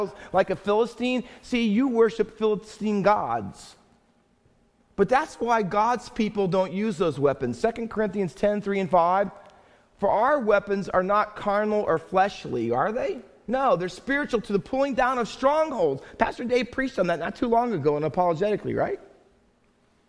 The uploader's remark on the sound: Faith Baptist Church in Hamilton, NJ.